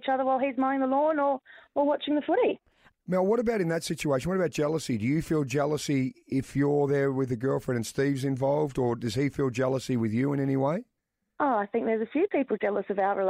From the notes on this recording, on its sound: Called in for a riveting chat about it.